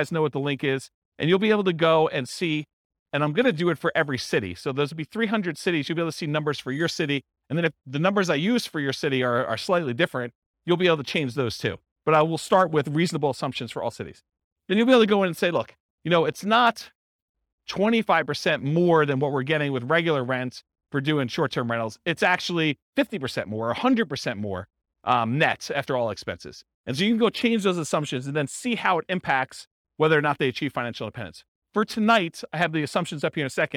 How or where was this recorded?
live audience